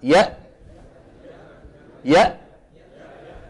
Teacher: إذن تخرج الهمزة الساكنة بانطباق الوترين الصوتيين